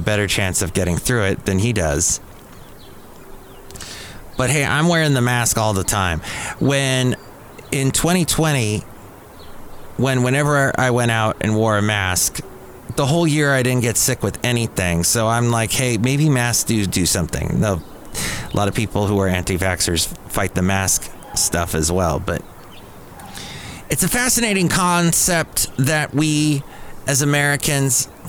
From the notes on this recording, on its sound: podcasts live from Cafe Anyway